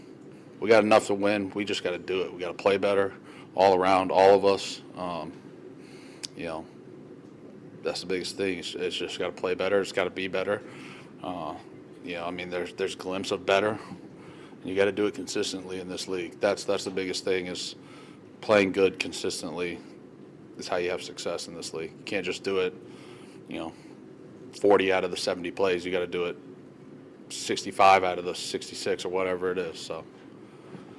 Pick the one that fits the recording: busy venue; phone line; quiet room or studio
busy venue